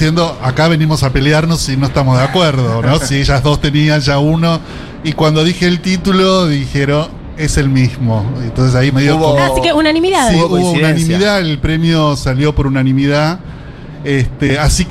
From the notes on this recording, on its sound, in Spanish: Entregamos en vivo desde YUNTA BAR, el 4to Premio de NOVELA FUTUROCK 2023.